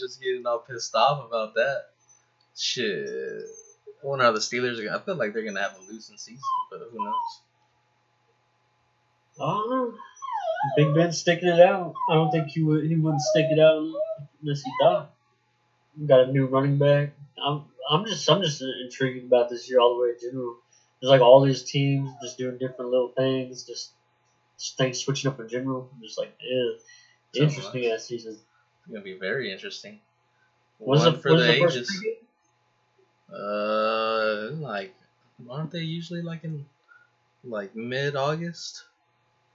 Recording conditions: sounds in the background